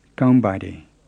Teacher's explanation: The open nasal sound isn't so obvious when there's some other word following it. You hear it clearly when you say kaung, but it gets swamped when you say kaungbade.